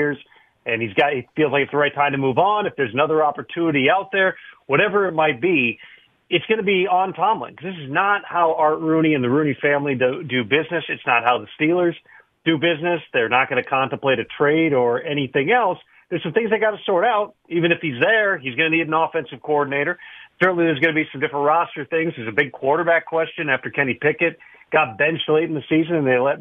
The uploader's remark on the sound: Phone Calls | More Phone Calls.